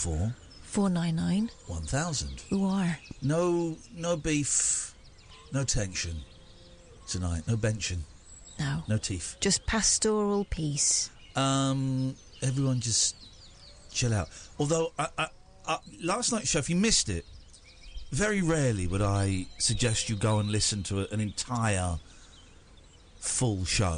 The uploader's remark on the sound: The show comes live from the countryside